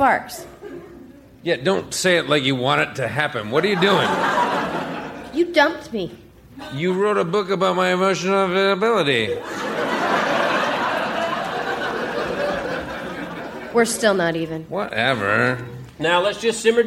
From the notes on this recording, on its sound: Recorded Live 12/3/2011 at Largo, Los Angeles.